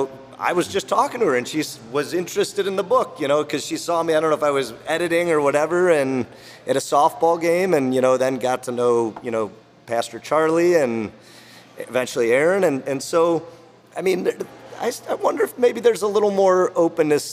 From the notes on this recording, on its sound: broadcasting live from Goldhorn Brewery!